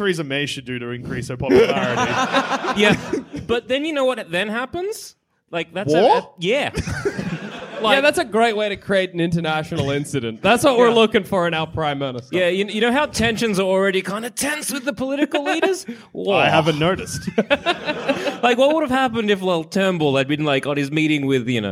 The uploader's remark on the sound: recorded at the Wardrobe Theatre in Bristol